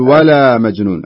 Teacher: لازم تبين اللام والالف ايضا ما تكون مدغمه